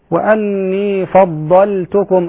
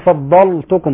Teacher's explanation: في قوله تعالى وأني فضلتكم، اللام رققة · Shown in: first take · بعض الناس ينطق اللام مفخمة يقول فضلتكم، هذا خطأ، هذا من اللحن الخفي، اللام رققة.